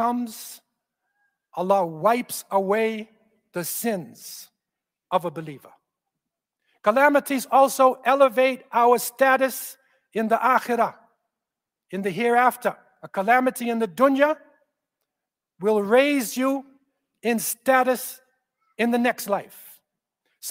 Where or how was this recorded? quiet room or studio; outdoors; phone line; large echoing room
large echoing room